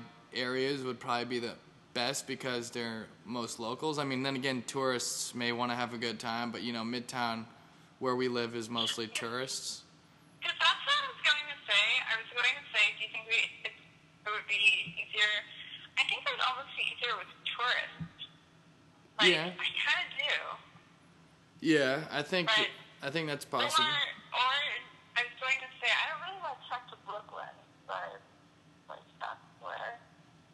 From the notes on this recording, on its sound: special call-in segment